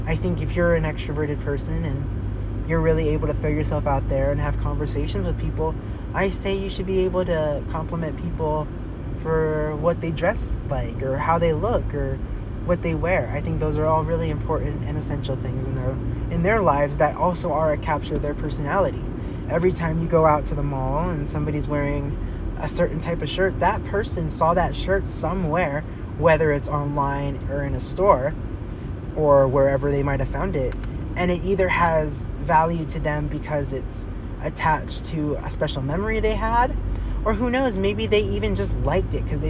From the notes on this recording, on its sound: life updates while driving!